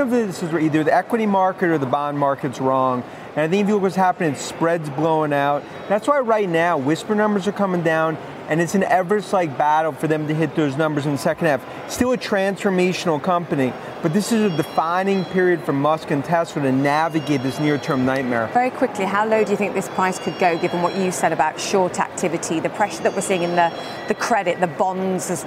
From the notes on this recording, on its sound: live from the New York Stock Exchange